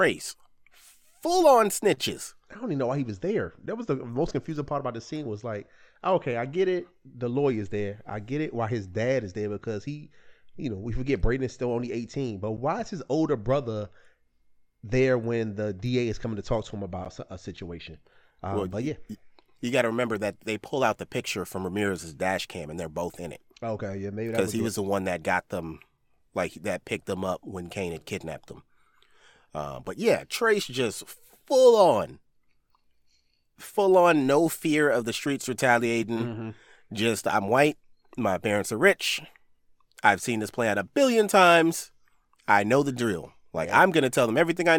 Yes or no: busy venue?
no